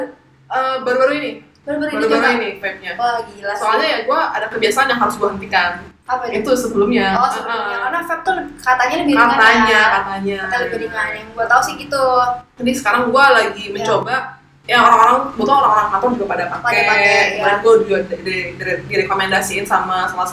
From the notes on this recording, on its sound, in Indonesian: Maaf, kemungkinan ada sedikit suara yang kurang bagus karena masalah teknis.